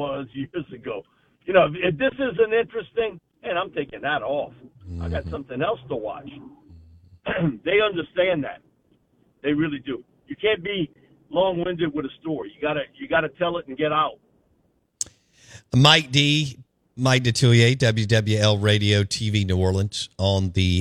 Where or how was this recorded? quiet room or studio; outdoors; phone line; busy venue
phone line